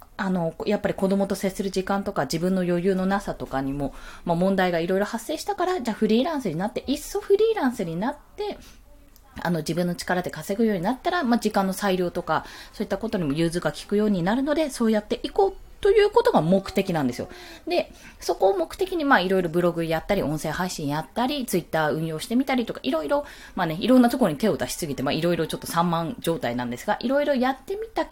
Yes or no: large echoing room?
no